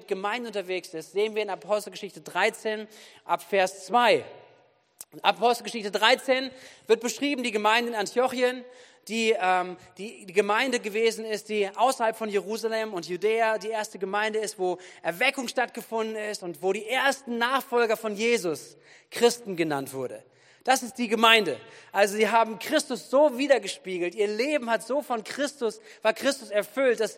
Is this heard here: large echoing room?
yes